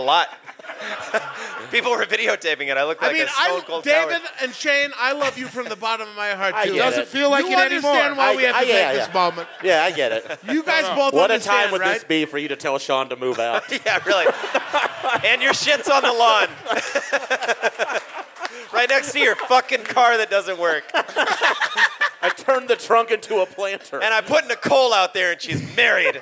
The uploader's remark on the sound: Live at High Plains Comedy Festival in Denver. Live at High Plains Comedy Festival in Denver.